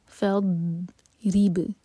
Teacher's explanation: را کے نیچے کسرا تو باریک اور با پر قلقلہ